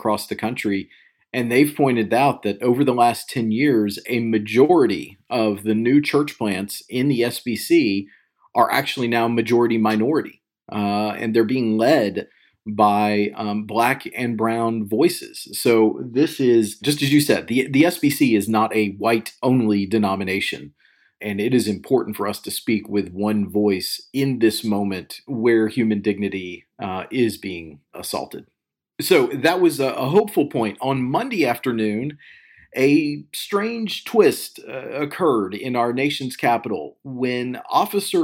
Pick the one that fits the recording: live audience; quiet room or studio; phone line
quiet room or studio